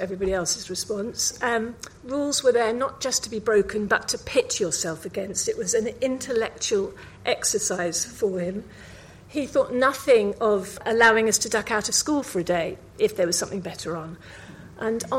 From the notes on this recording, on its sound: Recorded live at 5x15 Bristol in March 2017